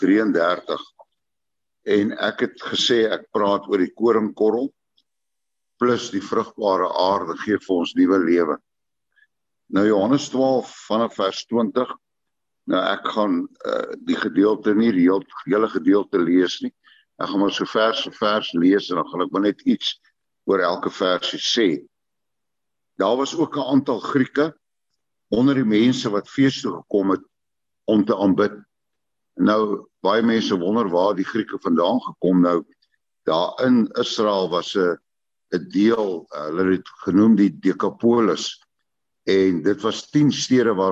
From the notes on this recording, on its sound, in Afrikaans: Manne van die Woord se Zoom Byeenkoms 31 Maar 2022